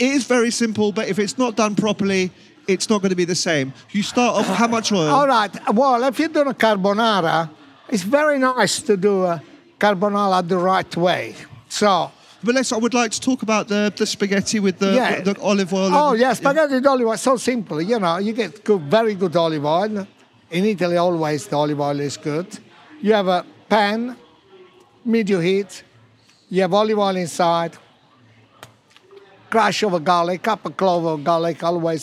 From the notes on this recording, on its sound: Recorded at the BBC Good Food Show.